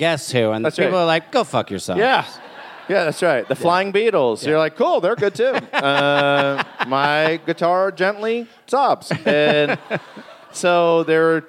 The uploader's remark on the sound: It's Bananas live from Brooklyn!